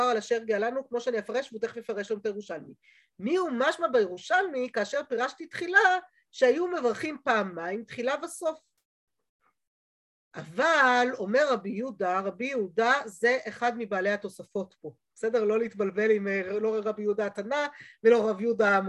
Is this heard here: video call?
yes